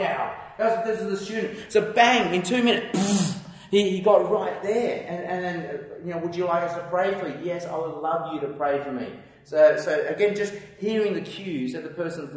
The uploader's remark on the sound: takes questions from his audience of church planters